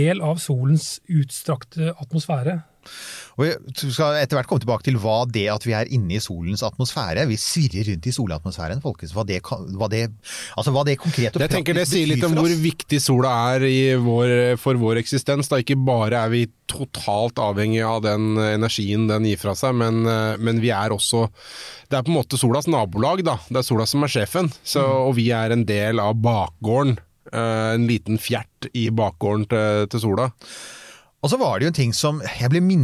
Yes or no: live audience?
no